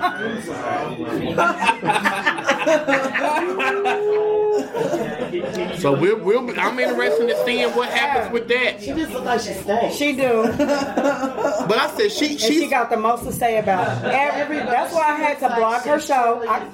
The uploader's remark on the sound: Live In Broadripple. As we record our first live audience taping and pop off my annual Fall Party/Wine Tasting event.